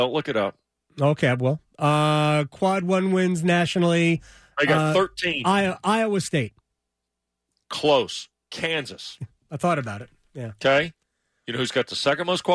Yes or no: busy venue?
no